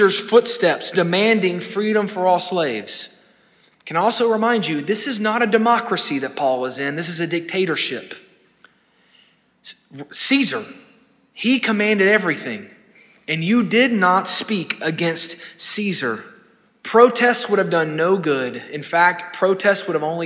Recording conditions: large echoing room